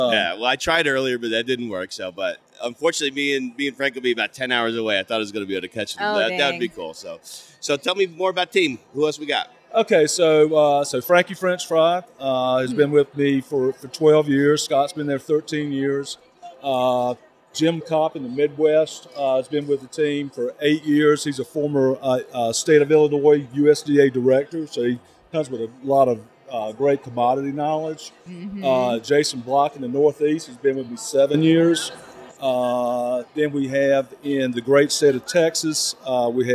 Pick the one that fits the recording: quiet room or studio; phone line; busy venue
busy venue